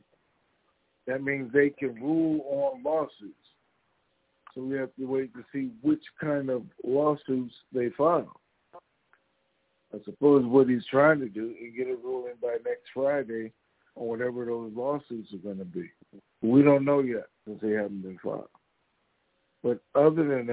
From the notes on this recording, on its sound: TNTSuperfantastic Conference Call - Wednesday, August 10, 2022